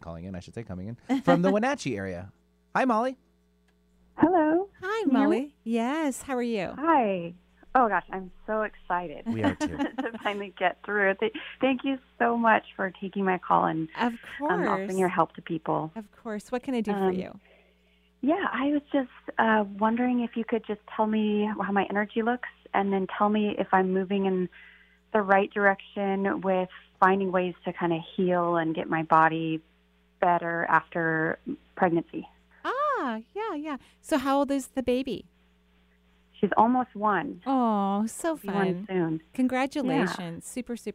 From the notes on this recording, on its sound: Call-in show. Providing intuitive readings for callers all over the country.